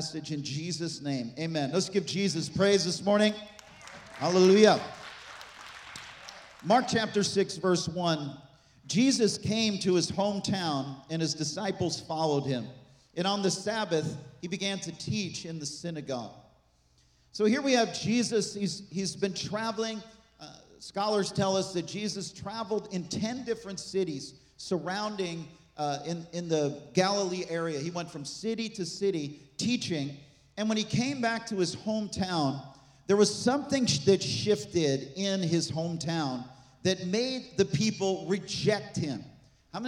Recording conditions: large echoing room